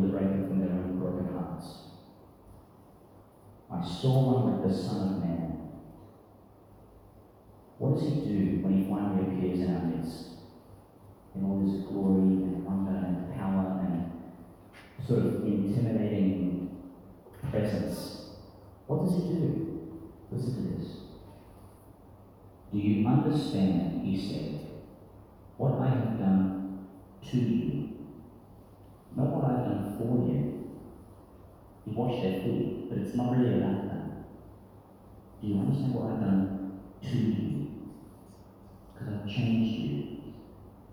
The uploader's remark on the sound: delivered in St Peter Chanel, Tannum Sands, Qld.